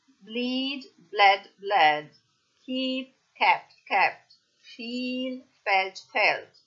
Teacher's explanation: Proseguiamo alla pagina successiva e abbiamo una serie di verbi con una particolarità ortografica, ovvero la doppia I della la doppia E in italiano, il double I dell'inglese diventa una E breve